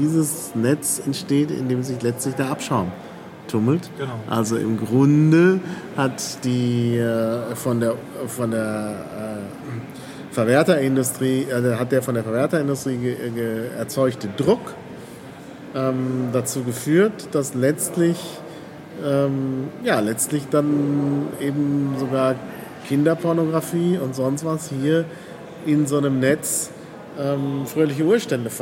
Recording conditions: background noise